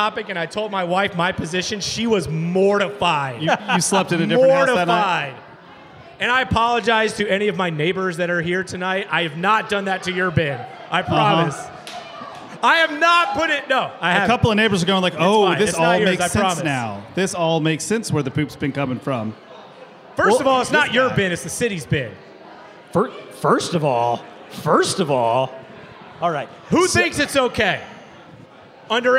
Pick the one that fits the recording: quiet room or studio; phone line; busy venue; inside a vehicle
busy venue